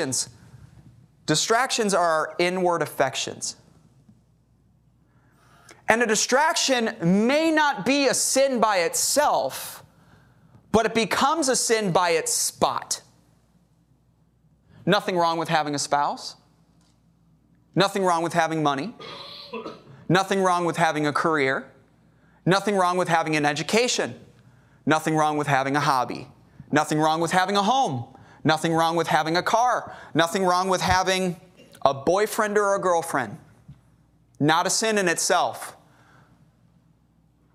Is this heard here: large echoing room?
yes